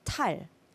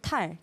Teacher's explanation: With 달, it's just a soft D, 디귿, and then 탈 is a stronger sound that sounds more like a T.